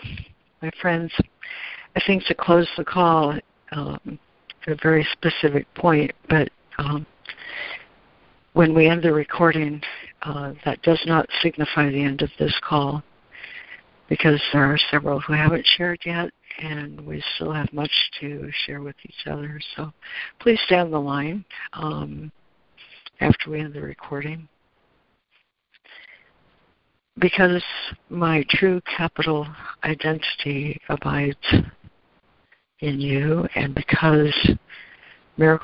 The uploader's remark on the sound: ACIM Daily Conference Call